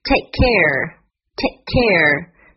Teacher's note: 这里的 k 发音 k 和 c 发音 k 重复了，那么保留口型只读一遍